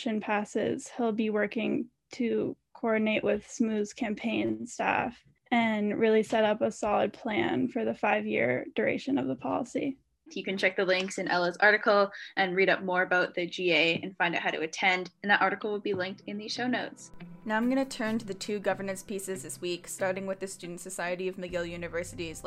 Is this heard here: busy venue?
no